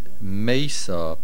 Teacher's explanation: The main accent is on the Mem, which is a Lashon Ovar. If you would say Mesa at the end, it means a Hoive.